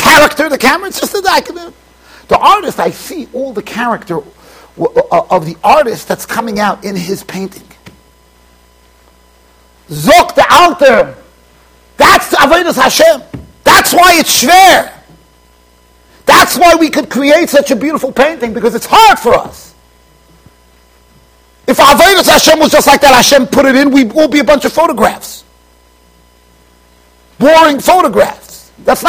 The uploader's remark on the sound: Shiur recorded in Yeshivas Ohr Reuven, Monsey NY